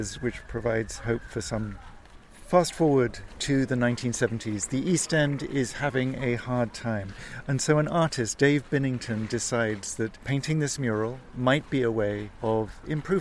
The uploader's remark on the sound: We’re walking east from Tower Hill into Wapping, ending up next to St George’s Town Hall.